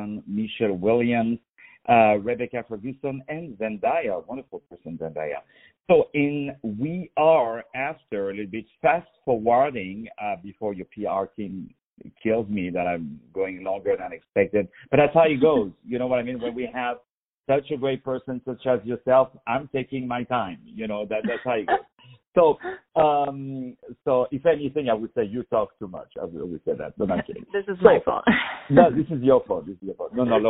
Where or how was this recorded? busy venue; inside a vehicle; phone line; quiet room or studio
phone line